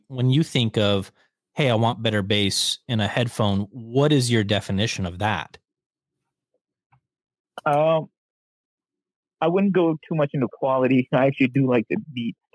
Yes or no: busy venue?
no